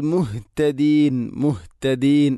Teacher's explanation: തൊണ്ടയുടെ ഏറ്റവും അടിഭാഗമാണ് ഹ ഇൻ്റെ മഖ്റജ്